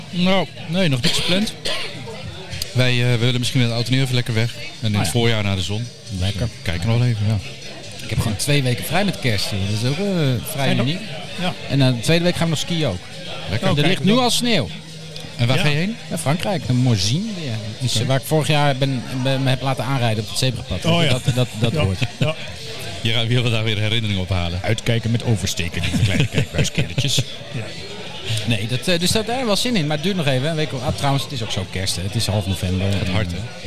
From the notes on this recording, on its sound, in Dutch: Luister mee naar dit politieke café, live opgenomen in Soestdijk (Groningen).